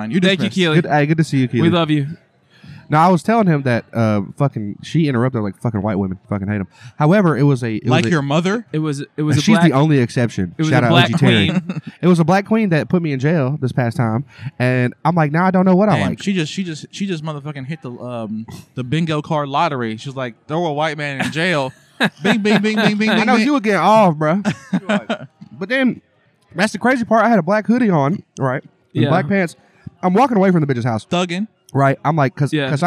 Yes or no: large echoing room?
no